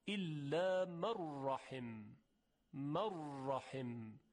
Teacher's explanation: مثال دیگه، الا من رحم، نون ساکن در حرف را ادغام میشه به طور کامل، الا من رحم، من رحم، یعنی هیچ اثری از صدای نون یا از آثار صفاتش اینجا دیگه وجود نداره · Term: ادغام کامل